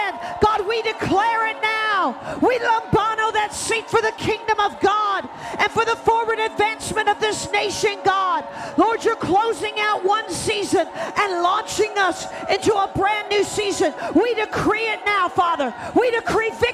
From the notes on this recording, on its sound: Recorded live at The Hub on 9/18/20. The Oasis Church, Middletown Ohio.